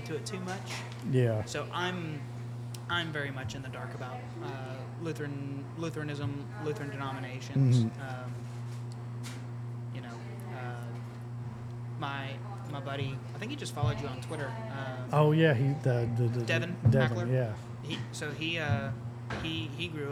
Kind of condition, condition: setting, busy venue